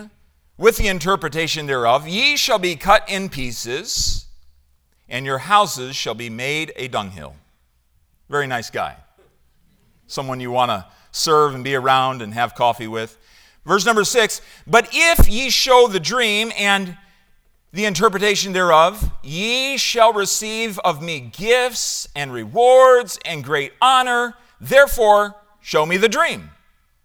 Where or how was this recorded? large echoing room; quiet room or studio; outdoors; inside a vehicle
large echoing room